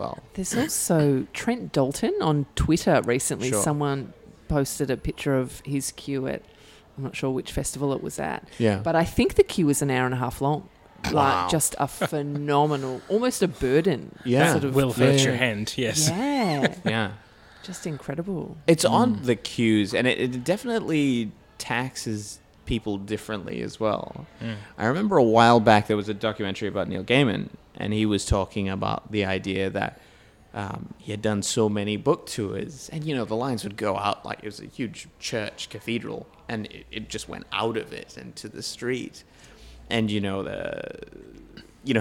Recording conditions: busy venue